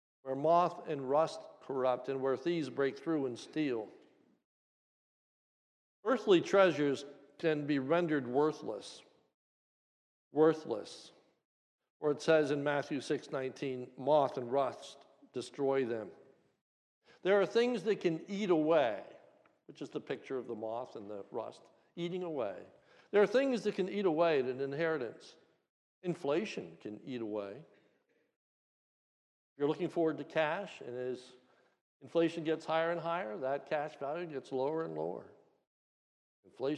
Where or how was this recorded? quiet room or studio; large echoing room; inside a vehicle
large echoing room